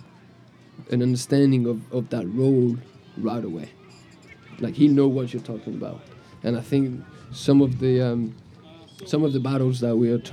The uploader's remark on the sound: Live at the Eastern Shore Premier Cup